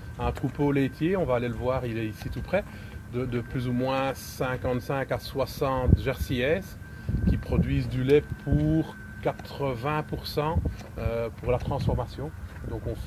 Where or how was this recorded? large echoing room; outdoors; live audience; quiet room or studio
outdoors